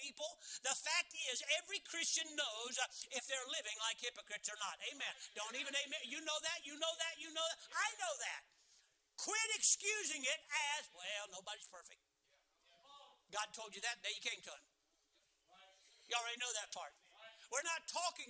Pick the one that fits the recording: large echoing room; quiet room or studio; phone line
large echoing room